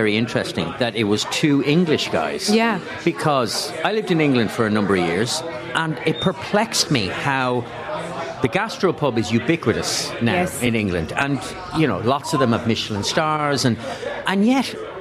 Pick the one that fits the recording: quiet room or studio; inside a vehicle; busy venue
busy venue